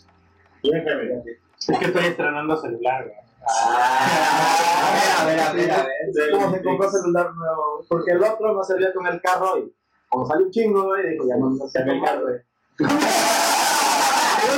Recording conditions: poor microphone